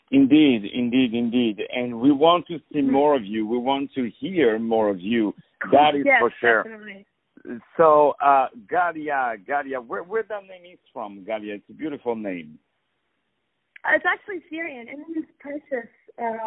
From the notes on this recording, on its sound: On the phone